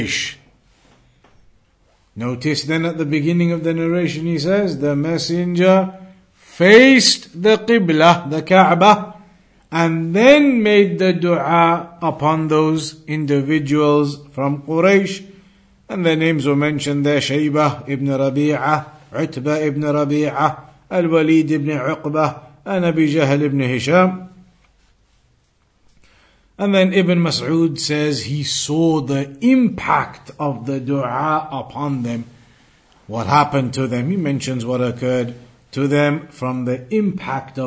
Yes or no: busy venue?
no